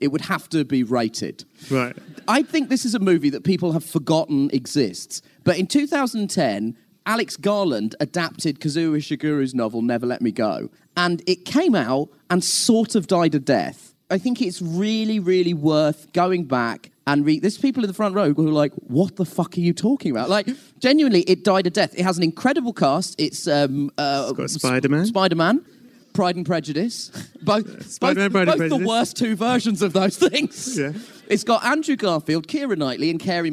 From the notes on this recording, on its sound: Recorded live in the plush confines of the BFI in London to a packed house. Thanks so much to the BFI crew for recording and filming the whole thing.